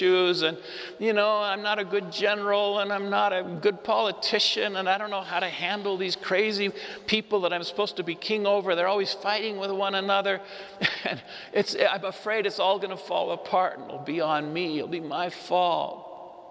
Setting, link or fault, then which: setting, live audience